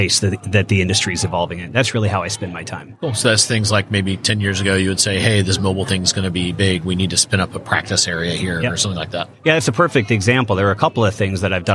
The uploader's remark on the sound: sat down for a interview live from the NRF Big Show